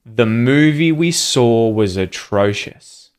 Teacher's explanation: And there's an interesting link between the word was atrocious. We're linking the consonant S sound at the end of the word was to the vowel sound at the start of the word atrocious.